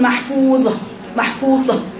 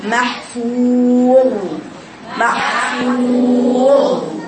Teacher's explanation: وانا بقراها بعمل استعلاء في الظاء واطباق في الظاء وبدون قلقله وبدون خروج نفس · Shown in: second take · يبقى بقراها محفوظ محفوظ او هكذا.